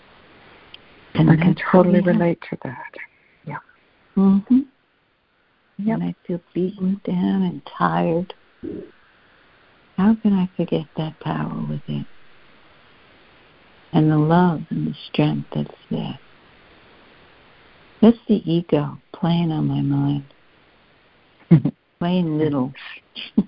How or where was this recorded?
phone line